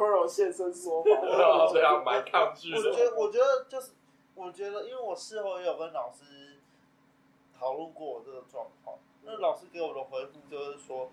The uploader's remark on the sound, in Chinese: 三個師大屁孩沒有錄音設備，還是決定亂七八糟開始錄看看試播集